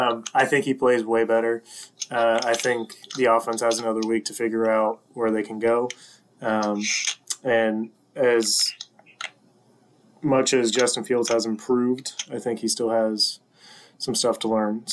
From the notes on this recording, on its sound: We apologize for the audio quality. Had some technical issues.